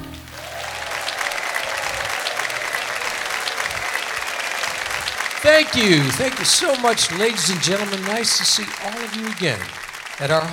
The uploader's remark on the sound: Live at the South Point 10-20-2016